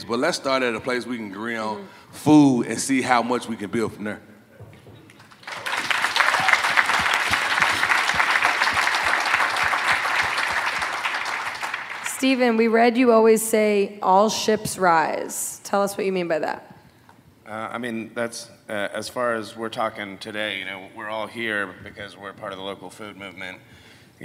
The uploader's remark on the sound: LIVE from the Carolina Meat Conference. The Carolina Meat Conference hosted by NC Choices in Charlotte, North Carolina.